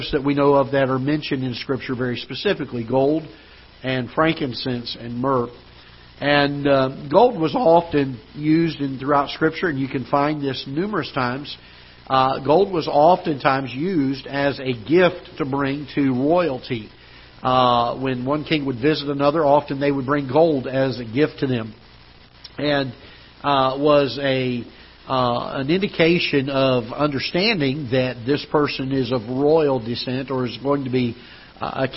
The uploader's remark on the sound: Ketha Heights Baptist Church ~ Live Broadcast